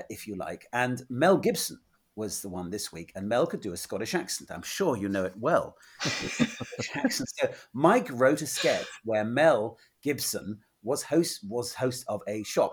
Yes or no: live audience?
no